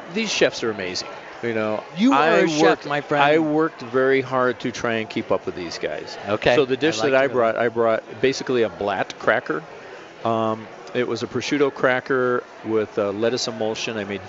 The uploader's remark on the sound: Stomping grapes in Denver Colorado! LIVE! Live in LIBERATI restaurant & brewery.